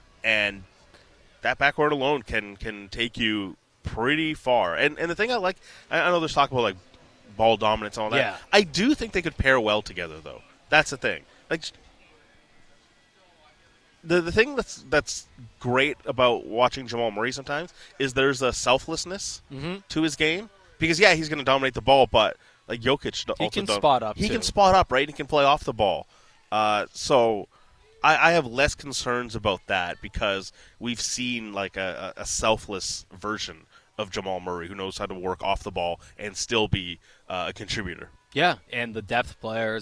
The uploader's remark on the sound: on location at Nat Bailey Stadium